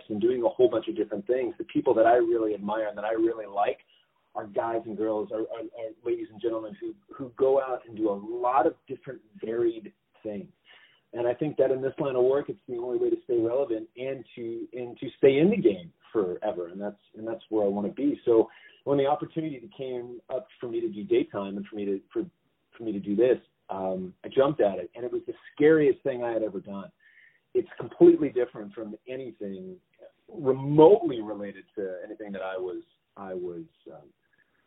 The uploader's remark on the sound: On the phone